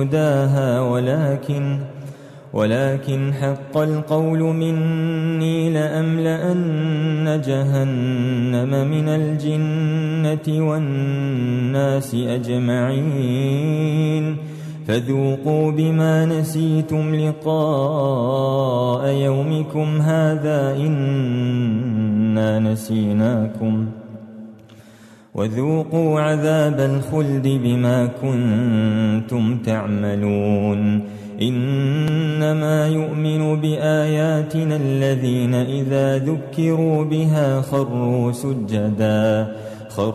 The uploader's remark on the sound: recorded at Green Lane Masjid, Birmingham, UK